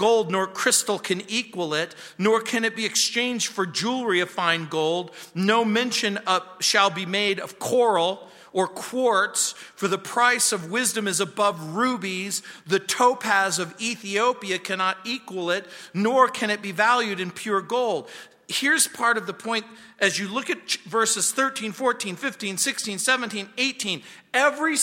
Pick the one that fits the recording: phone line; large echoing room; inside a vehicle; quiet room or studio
large echoing room